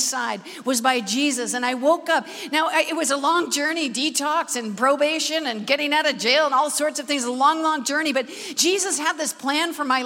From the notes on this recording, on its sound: Recorded at the Manchester Apollo